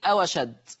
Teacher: الواو ساكنة تحذف همزة أشد وبناخد حركة الفتح اللي عليها وتوضع على الواو فتصير أو أشد. · Term: بالنقل